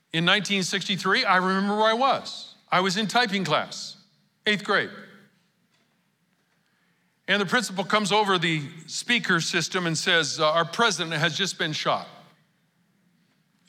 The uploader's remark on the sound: Recorded live at Capital Church in Meridian, Idaho